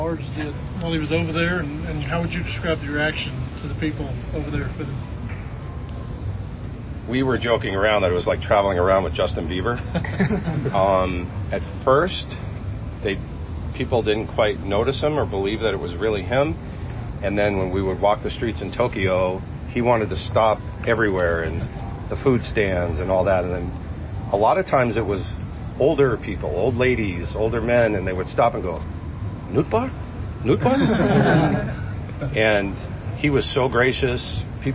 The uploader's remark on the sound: Live from the GM Meetings